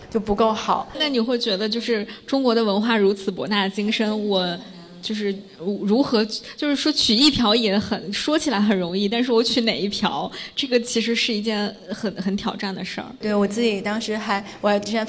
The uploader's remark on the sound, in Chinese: 在北京一间非常有设计感、清新明快的「PIN 3口咖啡」顺利起飞！也和现场 30 位可爱的听友一起。